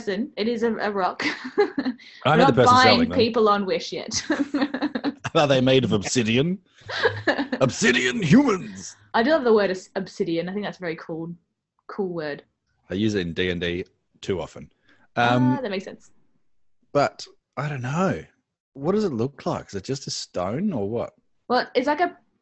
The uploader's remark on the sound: In the Spaceship Basement. Even through turmultuous Australian internet, and a zoom link that barely linked.